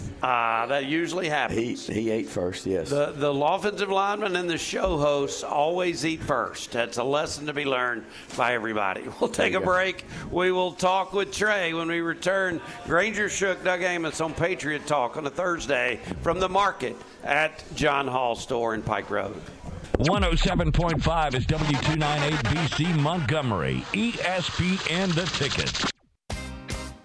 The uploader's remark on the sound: broadcasted from The Market at John Hall Store in Pike Road